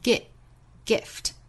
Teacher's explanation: 要注意 gift 之中的元音不要读得过紧，不要读成了 gi，应该是 gi,gift。上下的开口度控制在一根小手指。I figure life is a gift, and I don't intend on wasting it.